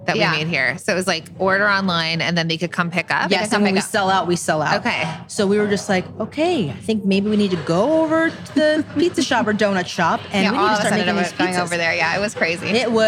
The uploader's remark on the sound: We’re live at Café Lola in Las Vegas